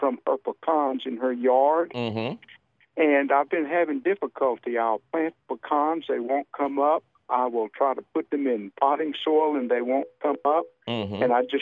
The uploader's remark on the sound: your fabulous phone calls!